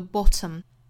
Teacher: 英音的话是爆破十足的 bottom，美音是 bottom，bottom，会弹一下舌头发 bottom，dum，dum，舌尖的位置在硬腭一弹而过，bottom，bottom，bottom，那也要注意后面半句的这个节奏跟刚才英音里头是一样的哈。